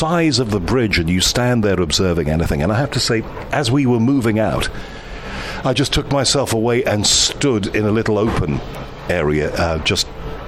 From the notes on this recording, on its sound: Seventy minutes on The Unexplained Live Cruise across The Mediterranean. Special face to face interview.